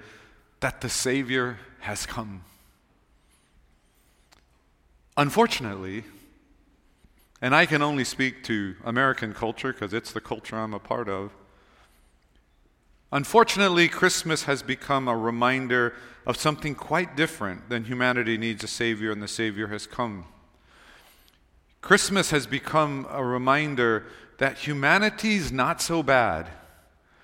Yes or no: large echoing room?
yes